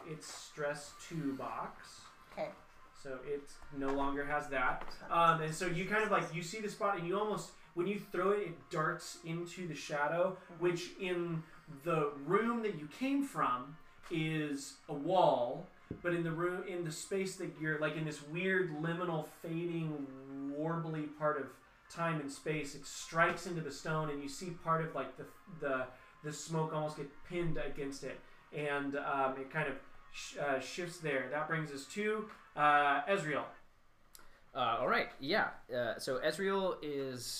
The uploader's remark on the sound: This is our first ever Runeterra Live play game. I know the sound is not the best.